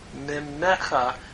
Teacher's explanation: the min mecha becomes mimecha again with the assimilation of the noon into the mem, causing the dogish forte, and the cha, the pronominal suffix.